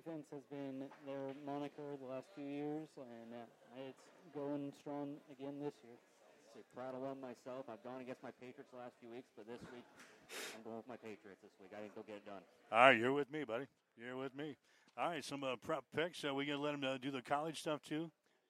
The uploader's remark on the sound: Our debut episode had some first-time bugs that we'll get worked out. Also, we apologize for the low volume on the audio — you may want to turn your volume up.